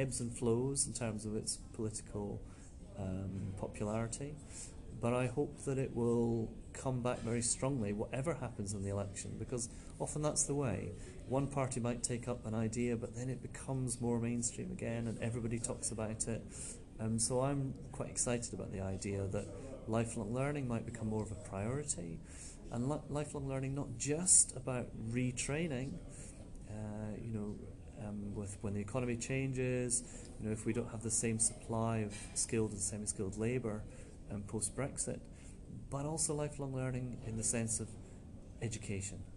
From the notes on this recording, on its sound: at the SET (Society for Education and Training Foundation) 2019 conference